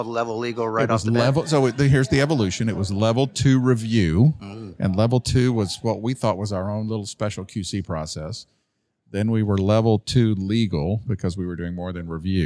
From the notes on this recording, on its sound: Legal Week 2024 Special Part One. Recorded live from the bustling environment of the 2024 Legal Week conference in New York.